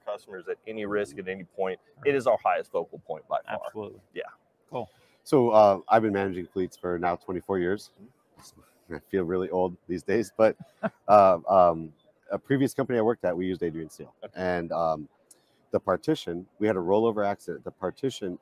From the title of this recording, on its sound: Fleet Safety Geeks Live From NAFA 2023